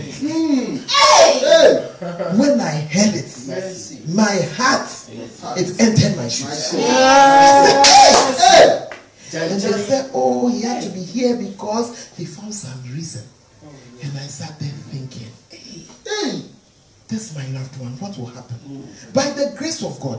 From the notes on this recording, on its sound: Preached at the Fountain Of Life Cathedral